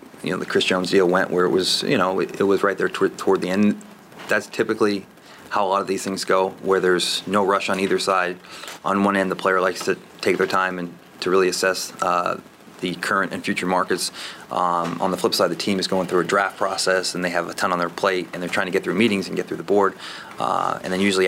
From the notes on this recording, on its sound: At his annual pre-draft press conference. The entire give and take with reporters.